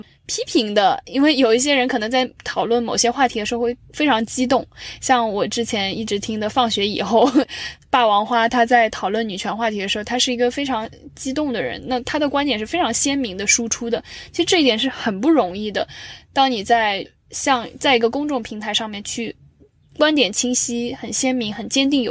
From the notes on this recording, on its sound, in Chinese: 本期节目我们久违地尝试了一下线下录制的形式，但是在茶馆聊到一半突然被通知堂食暂停，所以最终转战到了车里继续录制。久违的线下录制因为茶馆被通知暂停堂食，转战车里继续录。